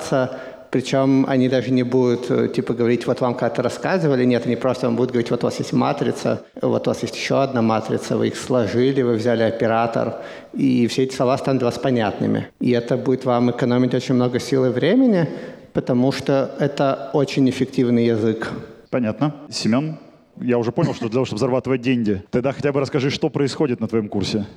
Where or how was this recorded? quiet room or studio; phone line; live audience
live audience